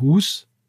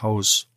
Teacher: dass ein langes I zu Ei wird und ein langes U zu Au · Term: Diphthongierung